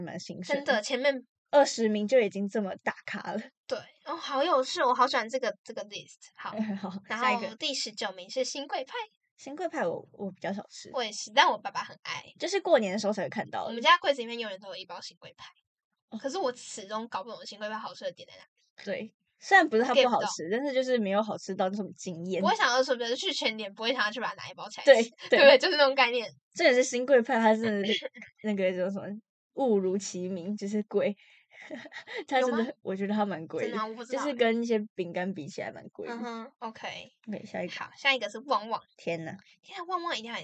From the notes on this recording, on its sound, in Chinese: 音質大出包！！！這集有人忘記帶轉接頭了，所以音質在傳輸中被壓縮的聽起來很荒唐，請大家見諒！聽起來很像AI合成出來的XD。